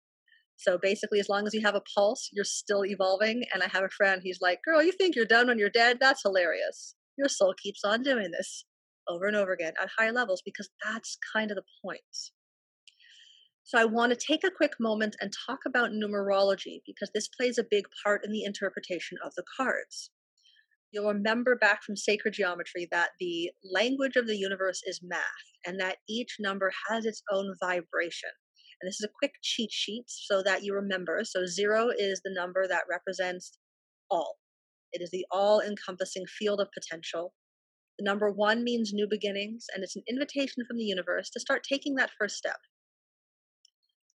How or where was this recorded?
video call